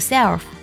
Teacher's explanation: self，这里的字母 L 读的是舌侧音，千万不能读成卷舌音